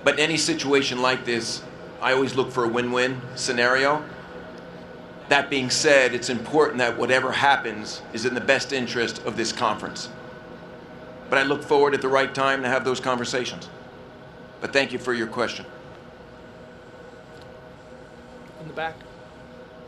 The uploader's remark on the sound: Full press conference. At media days.